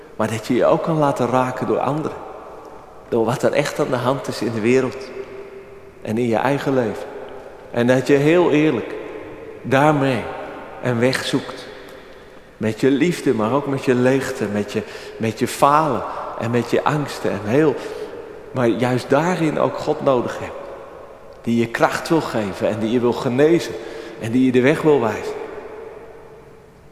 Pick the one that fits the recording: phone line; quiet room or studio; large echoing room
large echoing room